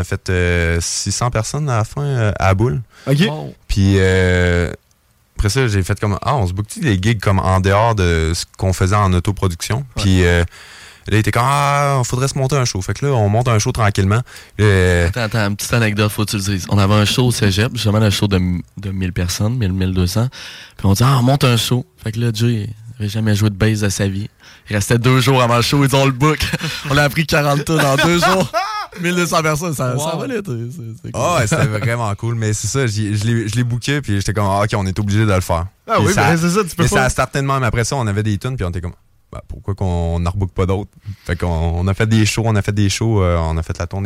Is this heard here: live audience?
no